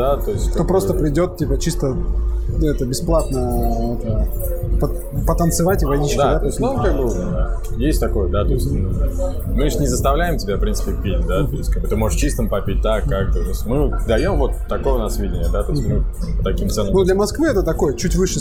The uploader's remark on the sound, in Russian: СОРРИ, ЗАПИСЬ ШУМНАЯ. ЗАПИСЫВАЛИСЬ В ПЯТНИЦУ В ПОЛЕВЫХ УСЛОВИЯХ.